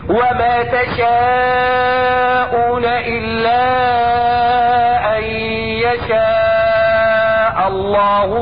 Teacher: الالفات اللي بعد الشين كلها ايه؟ مرققة